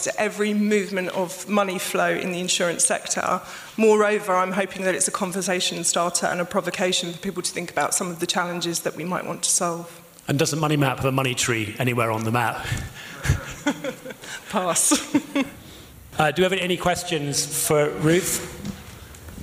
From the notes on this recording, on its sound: Live highlights from the InsTech London "Future of Payments" evening at The Steelyard on 21st January 2020